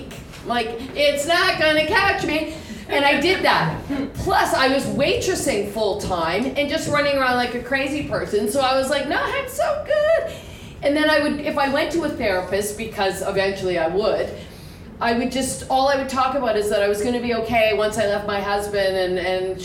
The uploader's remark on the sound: Stories Like Crazy LIVE 2019